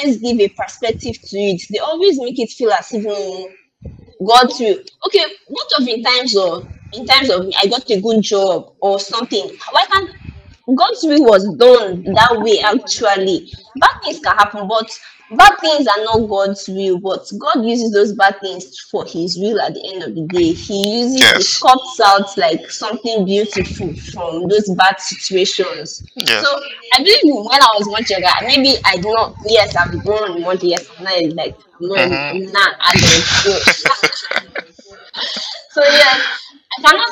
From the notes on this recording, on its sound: Kindly listen to this episode please forgive our sound quality we would do better as we go on.